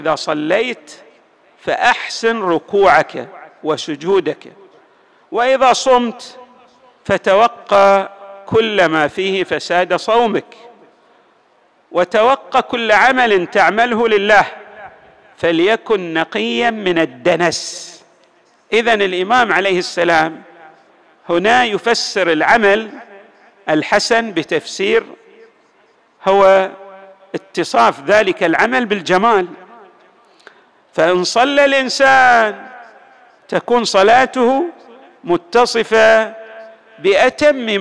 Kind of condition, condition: setting, large echoing room